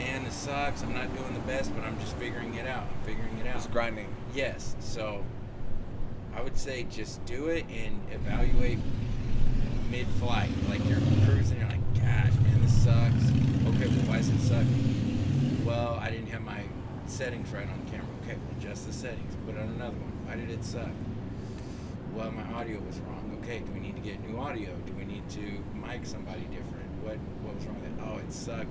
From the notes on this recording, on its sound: Teaching Outside a Coffee Shop in Wichita Falls, Tx. I turned the cameras on and recorded our lunch date.